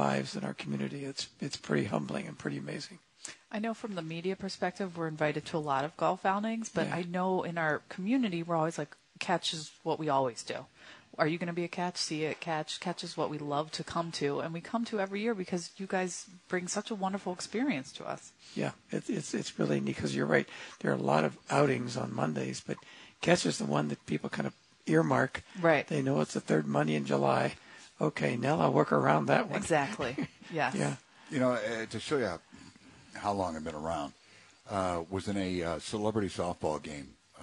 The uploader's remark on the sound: live from the 35th annual Catch Golf Outing at the Red Run Golf Club.